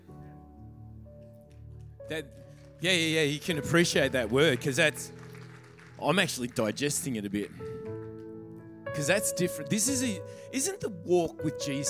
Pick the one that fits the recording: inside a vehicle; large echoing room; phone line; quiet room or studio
large echoing room